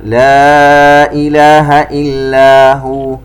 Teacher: ومن ثم المد المنفصل عندنا لا إله إلا هو، يمد بمقدار 4 حركات